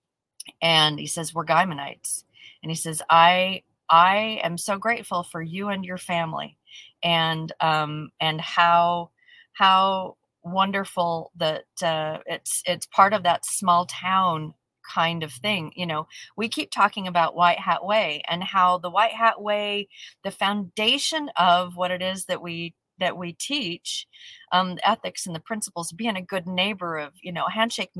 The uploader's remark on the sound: We're live from the parking lot in Sin City! So, we'll broadcast from the car right before stepping into an important executive meeting.